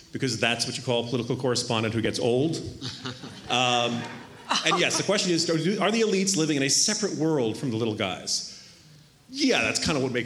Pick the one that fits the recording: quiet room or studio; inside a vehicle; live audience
live audience